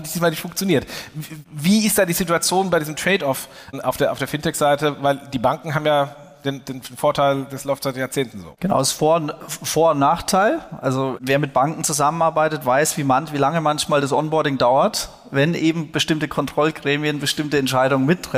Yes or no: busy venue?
yes